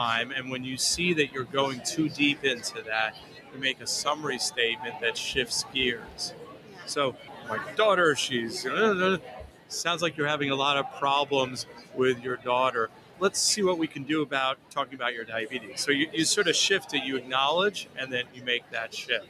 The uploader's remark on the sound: joined The Huddle live at ADCES' 2023 annual meeting in August